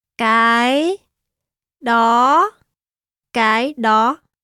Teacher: Cái and đó are said in the rising tone.